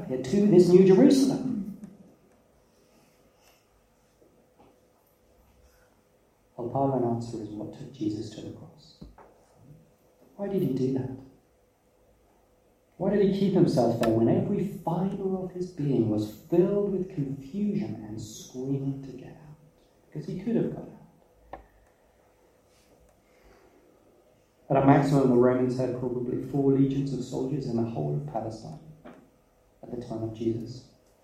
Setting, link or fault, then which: fault, poor sound quality